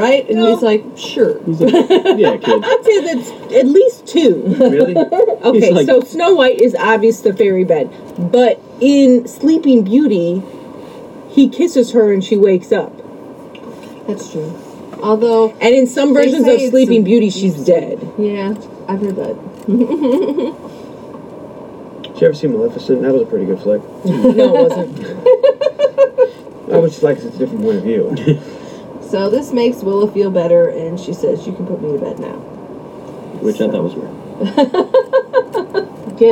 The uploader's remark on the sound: we had some technical difficulties and this episode is not the best